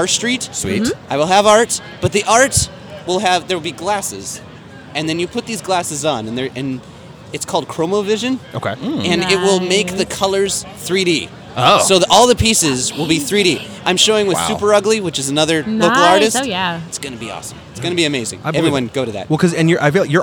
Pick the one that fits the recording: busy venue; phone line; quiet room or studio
busy venue